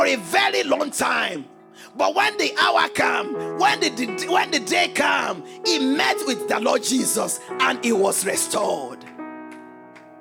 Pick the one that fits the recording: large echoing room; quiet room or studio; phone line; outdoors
large echoing room